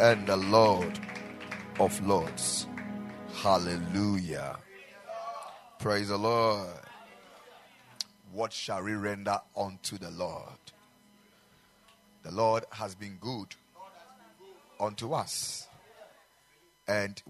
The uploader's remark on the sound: Preached at the Ekklesia Chapel